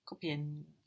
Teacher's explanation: It's very important to hear that N. The R is getting swallowed up there, no? But the N is important.